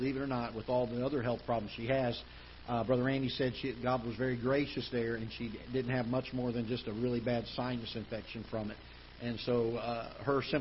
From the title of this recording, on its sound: Ketha Heights Baptist Church ~ Live Broadcast